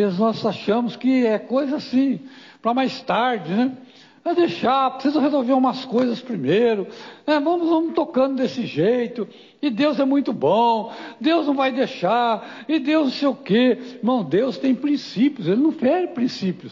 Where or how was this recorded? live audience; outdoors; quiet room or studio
live audience